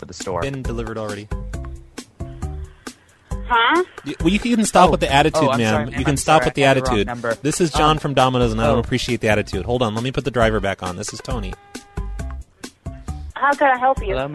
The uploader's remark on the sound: From archive.org was assembled into the "…'s Personal Prank Phone Calls Collection" podcast by Fourble.